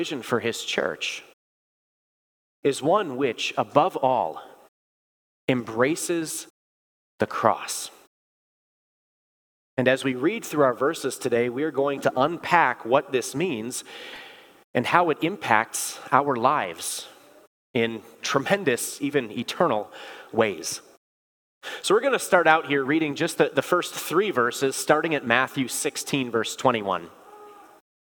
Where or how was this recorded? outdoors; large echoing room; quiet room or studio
large echoing room